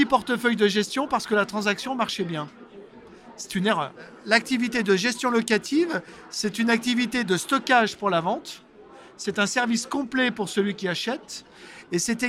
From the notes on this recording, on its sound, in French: Cet épisode a été enregistrée à Immo, le congrès immobilier FNAIM qui s'est tenu les 4 et 5 décembre à Paris au carrousel du Louvre.